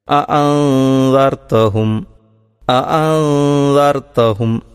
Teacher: ആ സുക്കൂനുള്ള നൂനിനെ അവ്യക്തമാക്കി ആണ് പാരായണം ചെയ്യേണ്ടത്. · Term: ഇഹ്ഫാ